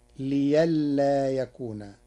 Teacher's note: قرأ ورش كلمة لئلا بإبدال الهمز ياء تخفيفا، فتصير ليلا يكون.